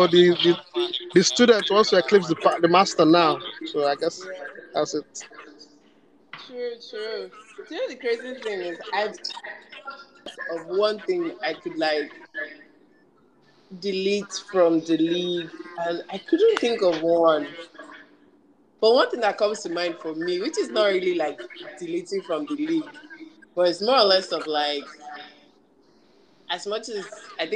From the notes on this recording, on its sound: apologies on the audio glitches